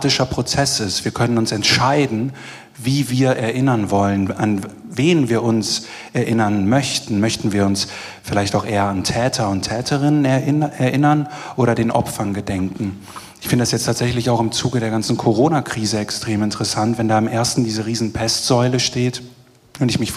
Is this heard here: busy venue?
yes